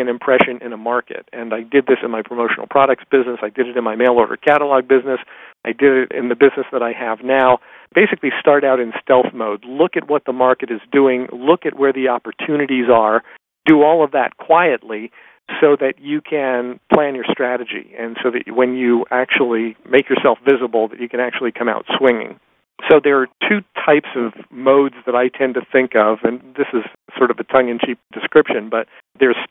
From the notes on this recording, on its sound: excerpt from a live Top Secrets teleconference